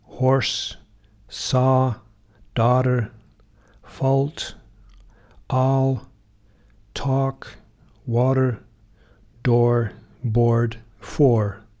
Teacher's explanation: Americans will have a more open vowel in thought